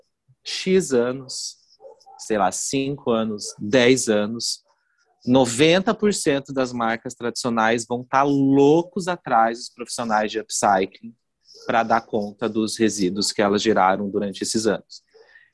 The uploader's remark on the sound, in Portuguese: Esta entrevista foi realizada via Zoom e por isso pode conter falhas e ruídos.